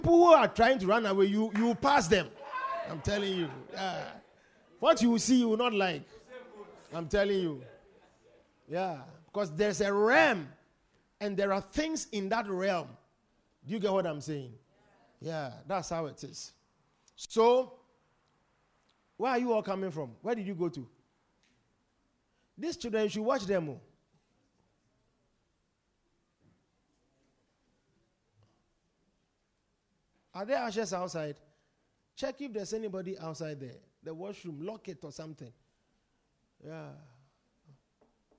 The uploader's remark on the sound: Preached at The More Than You Can Carry Convention Day 3.